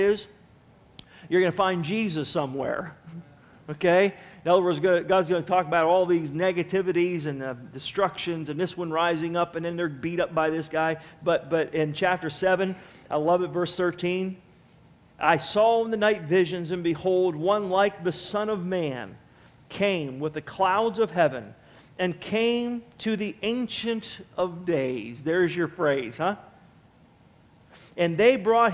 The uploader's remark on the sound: Sermon was recorded August 16, 2009 at Northside Baptist Church of Elkhart, Indiana